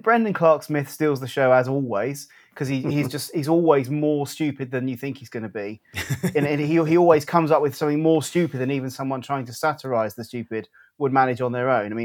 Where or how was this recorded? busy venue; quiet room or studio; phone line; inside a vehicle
quiet room or studio